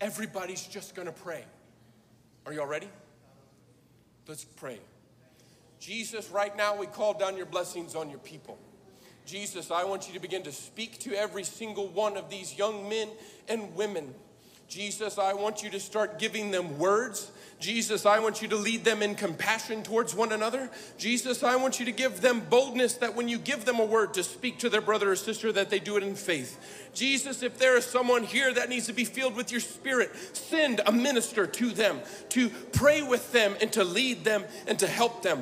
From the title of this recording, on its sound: Live! NAYC Experience at The Sanctuary